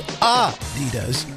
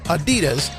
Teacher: with a slight emphasis on the first syllable · Shown in: first take · not Adidas, stressing the second.